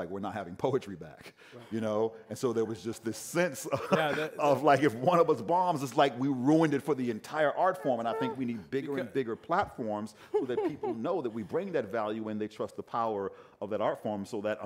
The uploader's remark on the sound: Zócalo Public Square. Live from ASU California Center at the historic Herald Examiner Building.